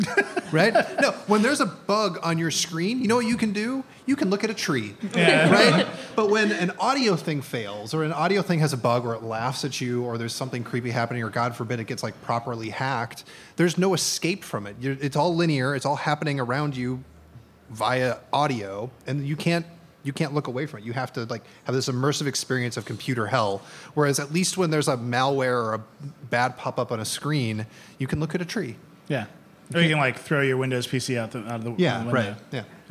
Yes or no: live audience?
yes